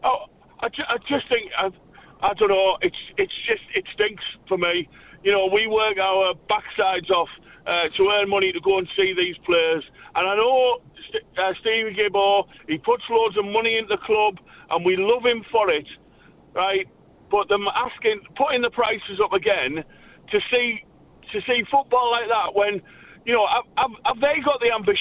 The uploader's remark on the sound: Return to a radio phone-in.